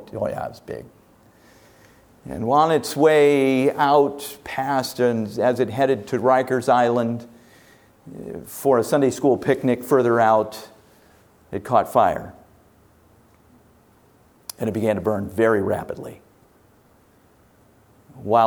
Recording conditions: large echoing room